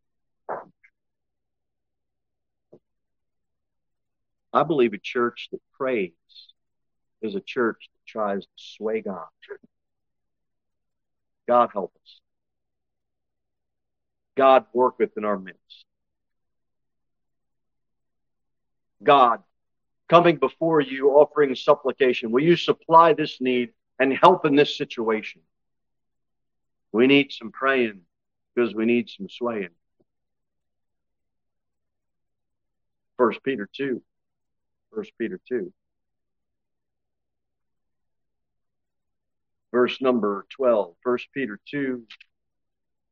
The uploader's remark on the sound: Sermon delivered at Pilgrim Baptist Church.